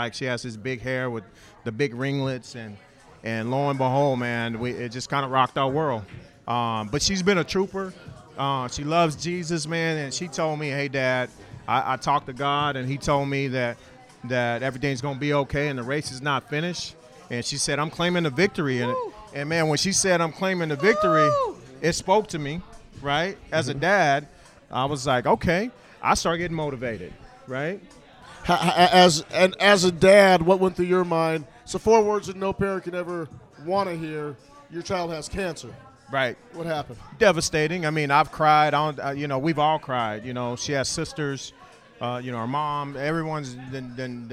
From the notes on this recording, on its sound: We are live from the Backyard in South Seattle!